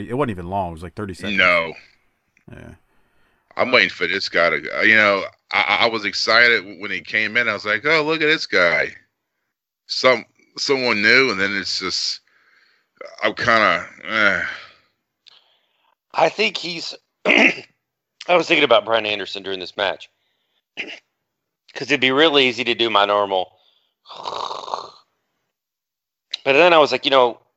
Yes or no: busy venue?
no